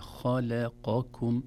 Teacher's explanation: كلمة خلقكم، لو تلاحظون أحبتي، الخاء حرف مفخم، خاء لا نقول خاء، ثم اللام حرف مرقق، لا نقول خلقكم نقول خلقكم، إذن تفخيم الخاء، ترقيق اللام، ثم تفخيم القاف، ثم ترقيق الكاف · Term: تفخيم ترقيق